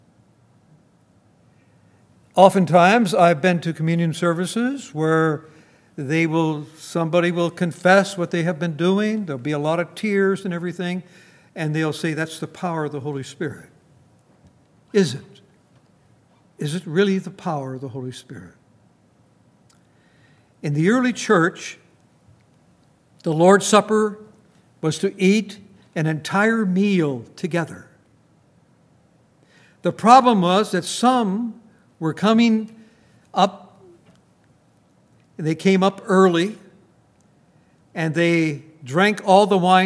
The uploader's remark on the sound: Recorded on August 4, 2019, at Grace Bible Fellowship in Front Royal, VA.